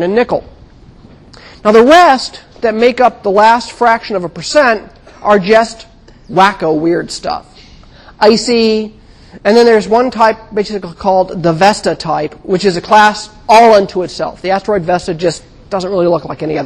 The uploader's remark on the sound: Recorded 2007 Nov 26 in 1000 McPherson Lab on the Columbus campus of The Ohio State University.